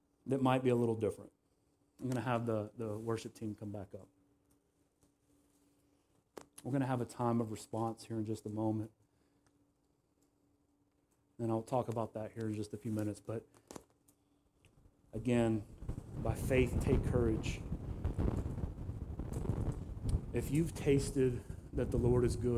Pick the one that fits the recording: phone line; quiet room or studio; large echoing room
large echoing room